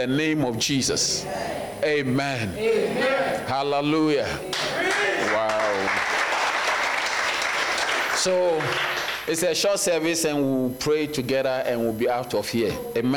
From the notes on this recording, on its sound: Sermon delivered on Sunday, February 11, 2024, at Serious Christian Church in Bellville, South Africa.